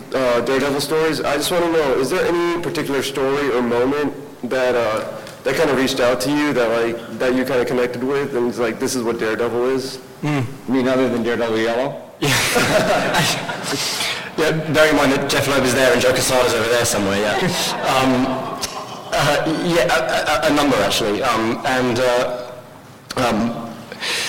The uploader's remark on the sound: Some audio from the New York Comic Con